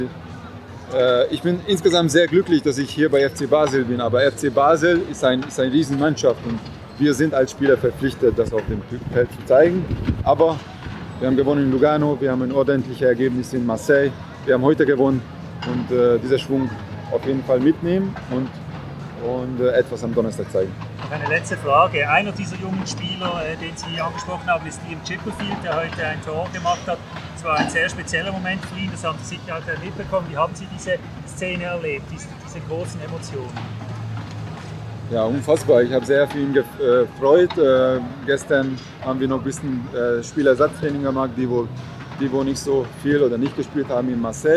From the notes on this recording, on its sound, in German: Live aus dem Joggeli in Basel